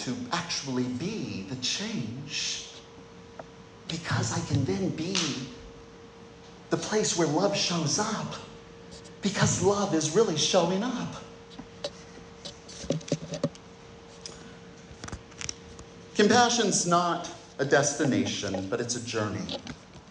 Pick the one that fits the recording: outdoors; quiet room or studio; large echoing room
large echoing room